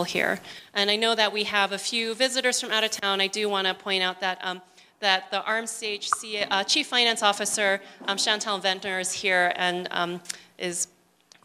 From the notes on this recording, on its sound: Recorded at Angela's Cafe in downtown Gallup